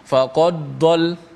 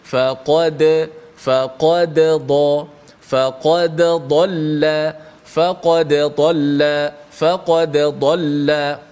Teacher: para pembaca al-Quran bila bertemu dal mati bertemu dengan dad uh, dal itu tidak jelas matinya dia seakan-akan bunyi bunyi idgham · Shown in: first take